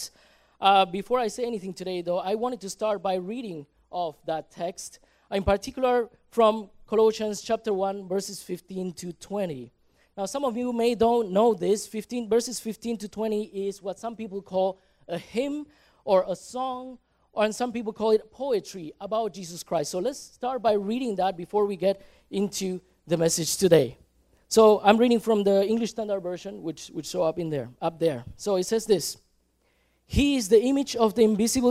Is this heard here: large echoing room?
yes